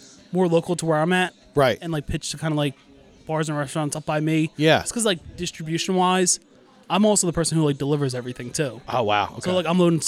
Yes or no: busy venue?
yes